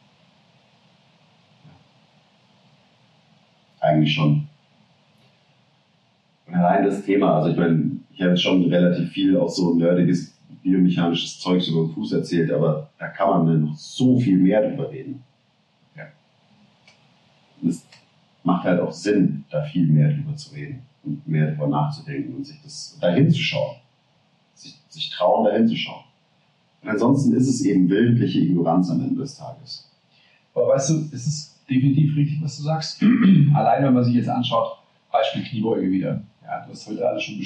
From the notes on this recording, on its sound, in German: Verzeiht uns die Audioqualität dieser Folge, wir hatten technische Schwierigkeiten